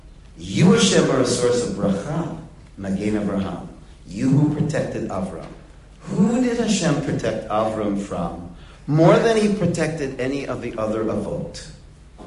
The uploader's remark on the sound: Delivered in the Glueck Beis Medrish.